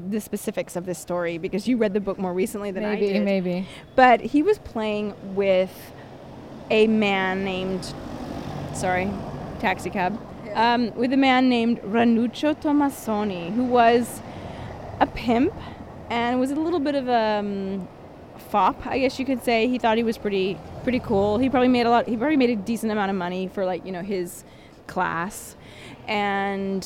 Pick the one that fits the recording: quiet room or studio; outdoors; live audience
outdoors